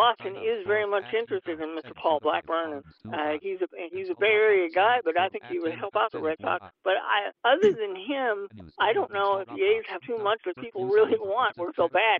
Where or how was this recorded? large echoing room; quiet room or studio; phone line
phone line